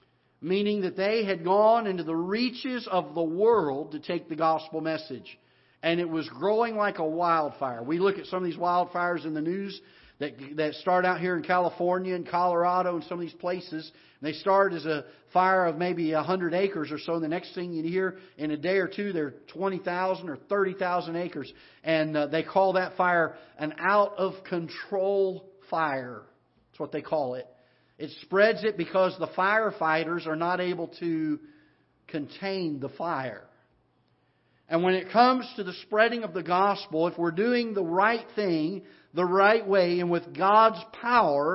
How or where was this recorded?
large echoing room